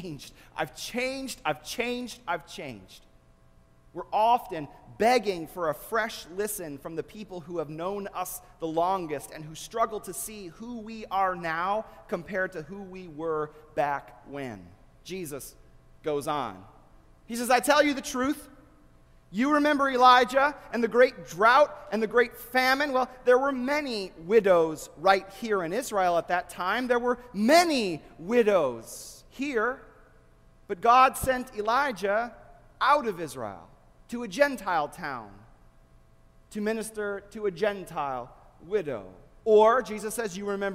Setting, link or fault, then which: setting, large echoing room